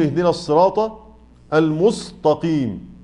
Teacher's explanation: يفخم السين ويجعلها صاد عشان جاورت القاف